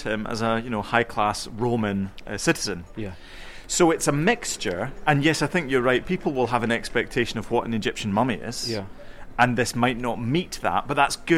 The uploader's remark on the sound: Live from Manchester Museum